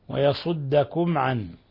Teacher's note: ميم ساكنة جاء بعدها العين الحكم التجويد إظهار شفوي